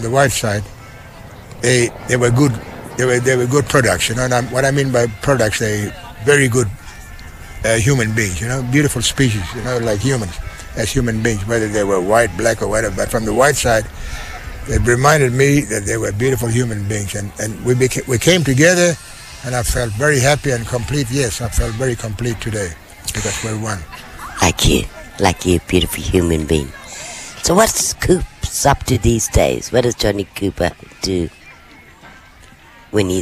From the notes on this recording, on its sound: LIVE Outside Broadcast at the Stolen Generations Kullarri NAIDOC open day